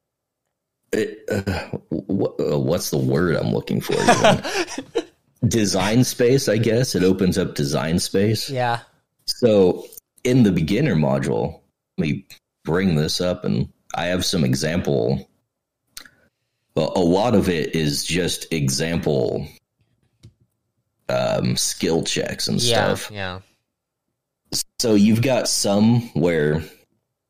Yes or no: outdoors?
no